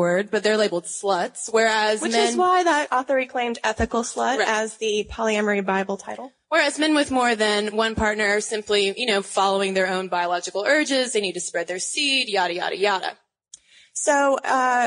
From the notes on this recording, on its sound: Live from SXSW. Live at SXSW.